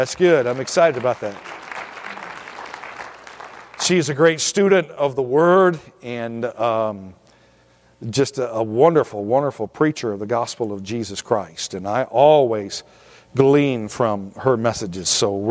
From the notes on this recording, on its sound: At Victorious Life Church of God during the 11am Sunday morning service.